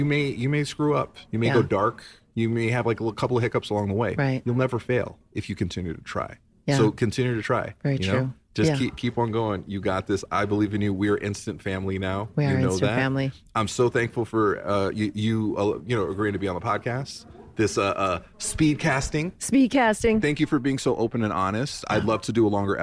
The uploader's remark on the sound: The NeuroNerds are hitting the road for this episode! For their 17th Annual TAAFWalk in San Francisco, we recorded our first-ever live speedcasting episode.